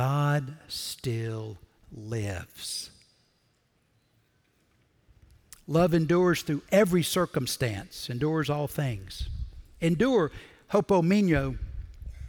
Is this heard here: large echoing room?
yes